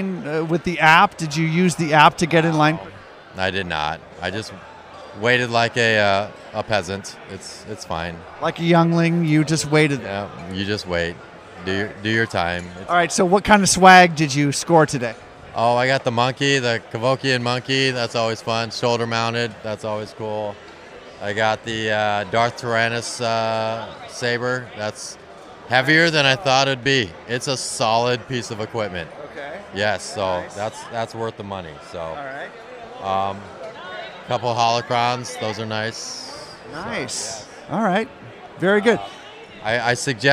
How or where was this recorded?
busy venue